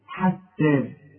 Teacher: شوف التاء مرققة والحاء برضو مرققة